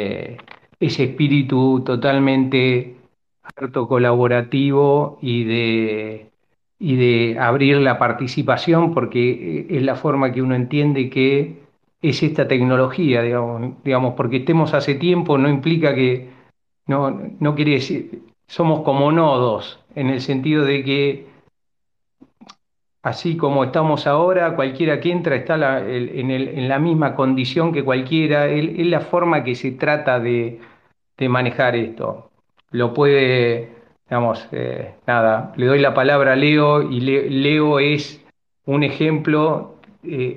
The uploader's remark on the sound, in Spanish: El evento fue grabado el 14 de noviembre de 2023, vía Twitter Spaces.